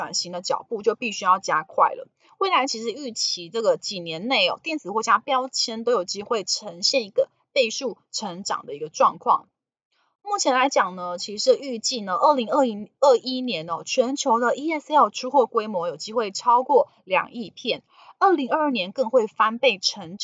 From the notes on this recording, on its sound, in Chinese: 本集有些許雜音，已亟力避免，如有察覺請多多包涵